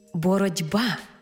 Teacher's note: бо дзвінкий приголосний «б» вплинув на попередній глухий «т» і зробив його дзвінким «д». Іншими словами, глухий «т» уподібнився під впливом дзвінкого «б» до «д». · глухий «т» уподібнився під впливом дзвінкого «б» до «д». Тому й дуже хочеться написати літеру «д» – «боротьба». · Term: уподібнення за дзвінкістю, уподібнення